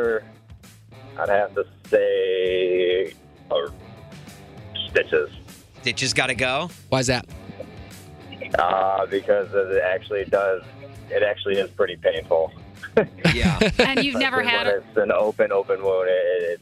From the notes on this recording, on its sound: called in to play a game of One's Gotta Go